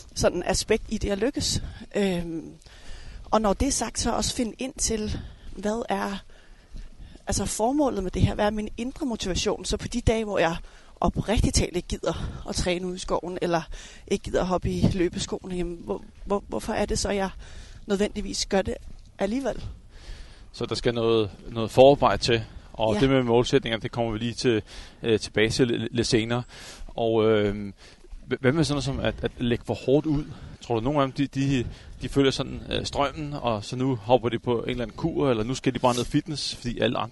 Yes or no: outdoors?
yes